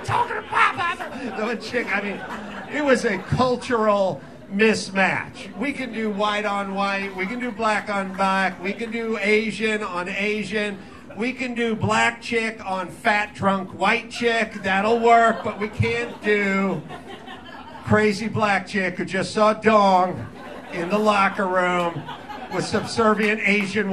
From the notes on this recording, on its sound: Live from Chilkoot Charlie's in Anchorage, Alaska. Invites a couple of Anchorage locals to join him on stage to play The Rotten Tomatoes Game.